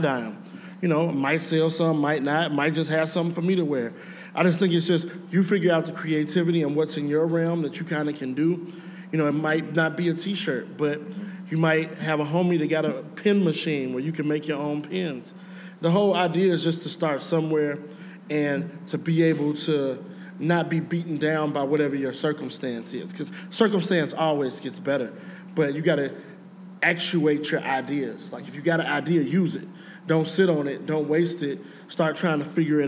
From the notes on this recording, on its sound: In a live panel recorded during the City of Chicago's Lake FX conference